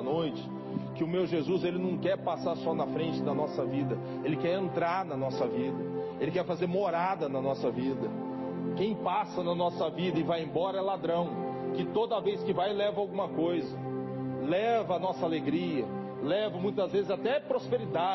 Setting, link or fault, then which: setting, large echoing room